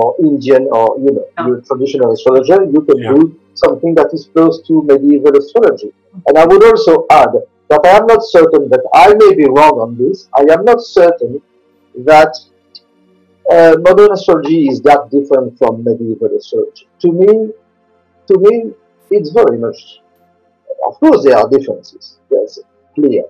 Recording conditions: poor sound quality